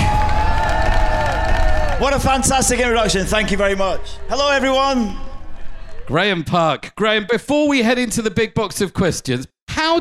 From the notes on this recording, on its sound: Live from The Fringe At Tramlines Sheffield. Recorded live at The Fringe at Tramlines Festival in Sheffield.